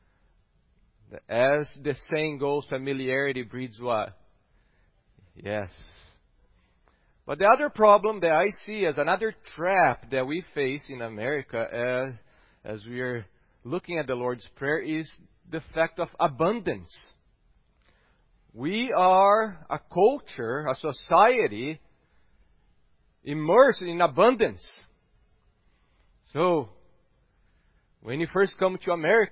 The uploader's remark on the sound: at Gracious Cross Reformed Church Salem